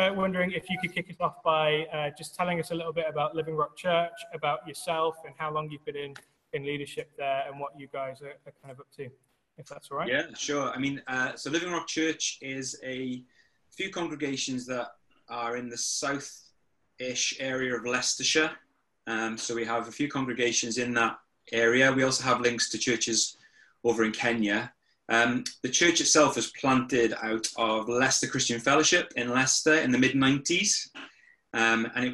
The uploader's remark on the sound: over zoom